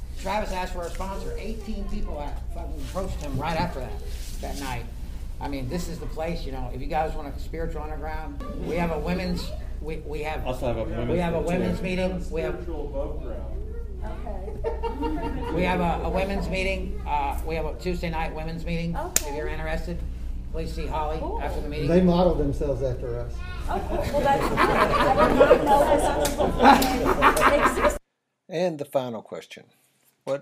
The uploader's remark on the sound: The three of us were invited to take the lead table at a panel meeting, these guys have consented and I cut all other voices to the best of my ability, that caused some loss of content.